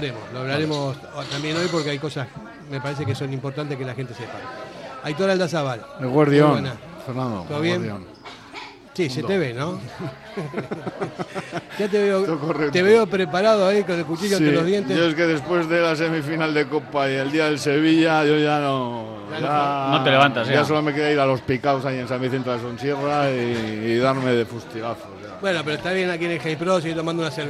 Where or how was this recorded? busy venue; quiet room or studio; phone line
busy venue